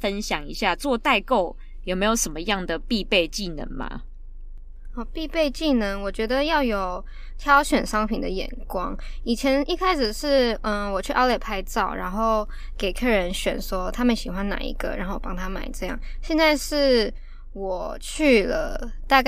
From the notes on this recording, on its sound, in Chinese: 第一次嘗試在車上用一隻USB麥克風錄音(Carcast)